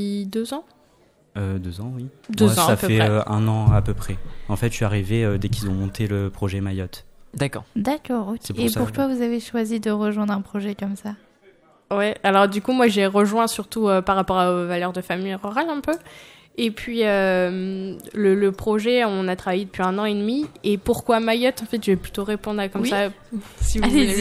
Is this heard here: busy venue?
yes